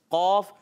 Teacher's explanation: قاف زبان کی جڑ اور تالو کے نرم حصے سے ادا ہوتا ہے، قاف، اور یہاں کاف بھی آ رہا ہے، کاف زبان کی جڑ اور تالو کا سخت حصہ.